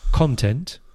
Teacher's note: It could be two different words, depending if you say content, which has the stress on the first syllable